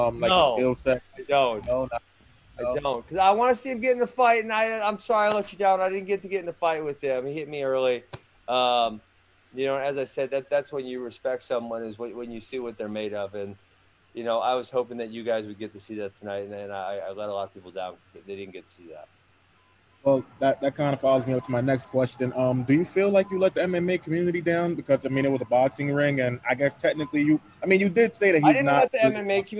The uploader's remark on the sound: Press Conference